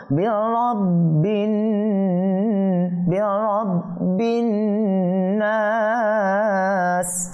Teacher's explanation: এটা হরফে কলকলা মুসাদ্দাত হয়েছে, সে এখানে আমরা এটা জমিয়ে পড়বো, দৃঢ় করে পড়বো, মজবুত করে পড়বো